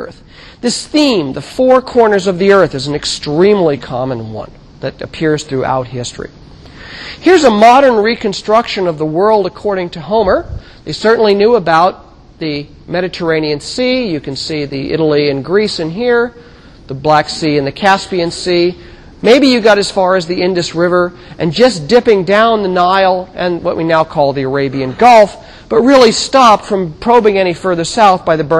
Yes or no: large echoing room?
yes